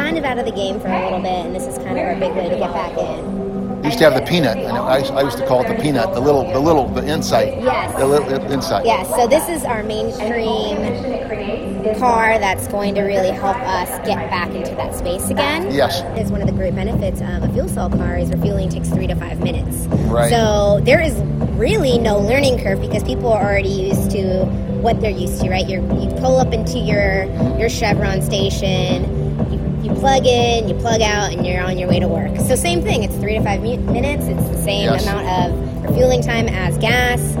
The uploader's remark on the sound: LA Auto Show, Day 2. We explore the other sights and sounds during our second day of visiting the 2017 LA Auto Show.